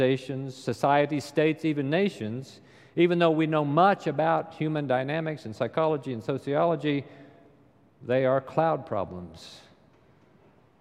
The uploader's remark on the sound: Recorded live during the Sunday worship service.